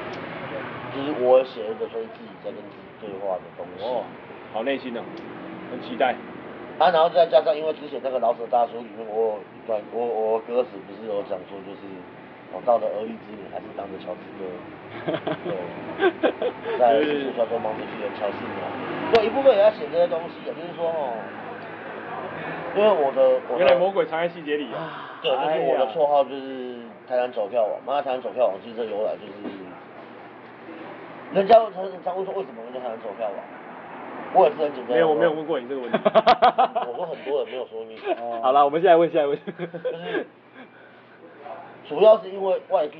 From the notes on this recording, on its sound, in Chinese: Anchor。錄音地點：台南 牽咖啡 Chen Coffee。